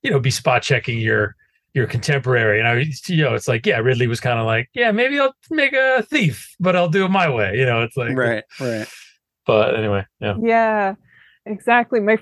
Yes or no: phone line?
no